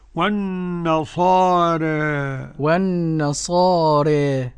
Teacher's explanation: الألف المنقلب عن ياء بعد راء يقللها ورش قولا واحدا · Term: التقليل